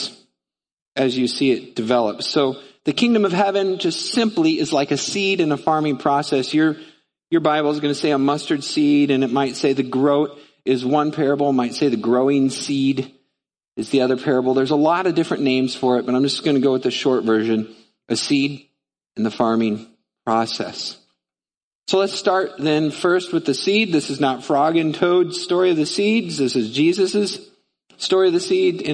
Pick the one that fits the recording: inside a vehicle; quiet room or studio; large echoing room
large echoing room